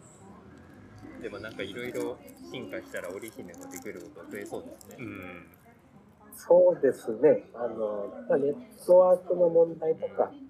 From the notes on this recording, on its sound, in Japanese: In 分身ロボットカフェDAWN ver.β。分身ロボットOriHimeによる接客は非常に未来感があって面白かったのですが、音声を録音してpodcastにすると、障害の存在を感じないのも面白い発見でした。